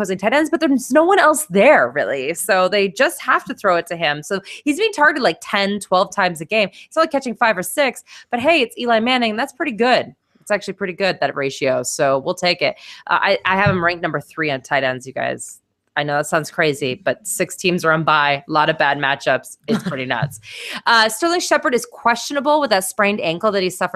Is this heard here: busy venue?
no